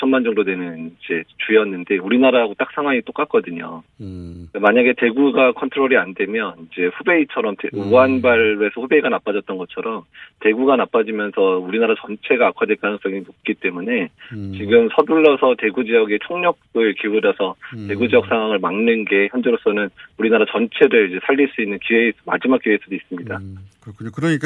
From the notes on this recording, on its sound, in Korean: 전화연결